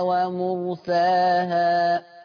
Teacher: أقرب إلى الياء. الألف تبقى قريبة للياء، قريبة، شوفوا كلامي، قريبة، ما بقتش ياء · Term: إمالة كبرى